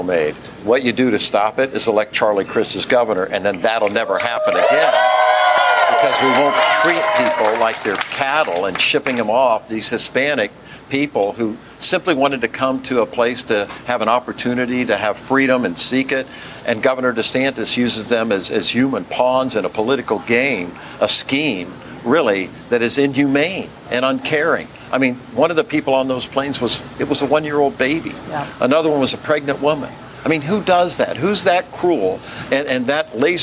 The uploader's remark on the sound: a live broadcast from the Hall on the Yard in Orlando, Florida